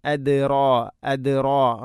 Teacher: റായിനെ കനപ്പിക്കണം, തഫ്ഹീം ചെയ്യണം